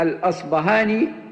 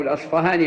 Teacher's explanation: لأن الباء المهموسة التي هي تعرف بالباء الفارسية كما هي في اللغات الأوروبية، العرب يتصرفون فيها بإبدالها إما باء مجهورة كما في الأصبهاني أو فاء. وبعض أهل العلم ينسبون إبدالها باء إلى أهل المغرب وإبدالها فاء عند المشارقة.